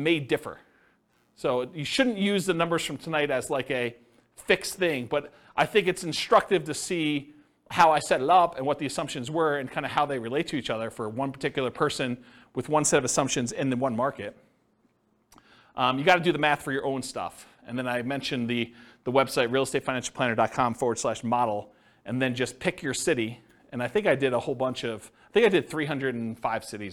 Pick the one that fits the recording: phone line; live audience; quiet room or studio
live audience